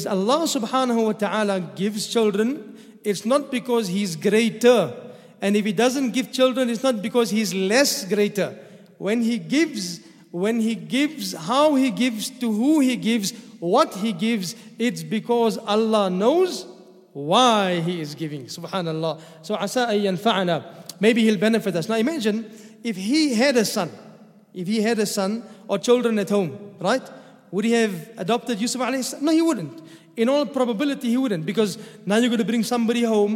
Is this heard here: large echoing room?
yes